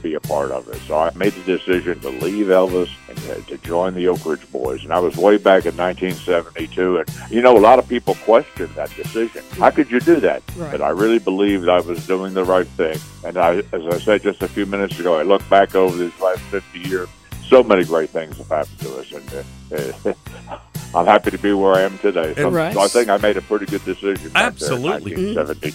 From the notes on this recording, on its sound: called into The … and … Show